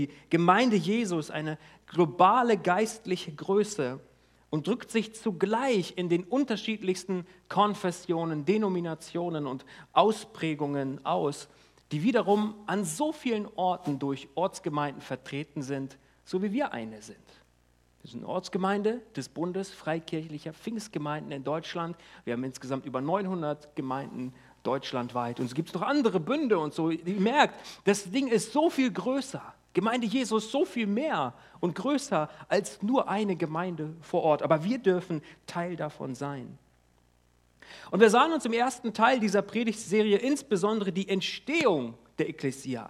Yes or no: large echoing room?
yes